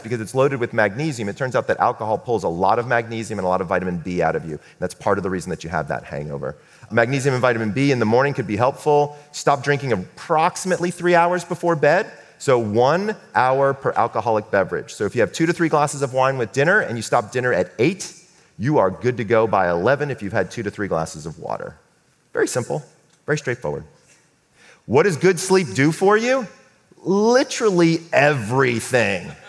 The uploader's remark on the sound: Stage talk recorded with a live audience before the lockdown.